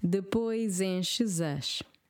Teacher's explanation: At the end, the S will turn into a Z if you then pronounce the word as straight after